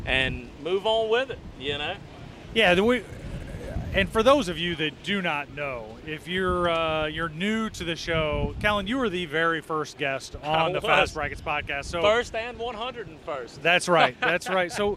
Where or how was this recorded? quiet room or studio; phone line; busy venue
busy venue